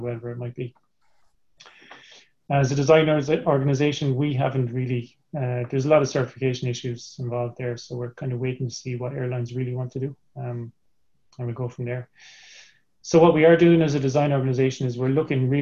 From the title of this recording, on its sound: APTN Zoom Call